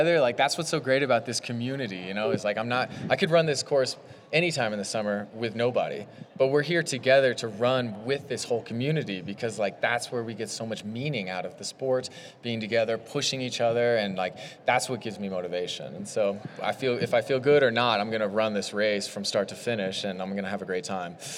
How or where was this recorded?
busy venue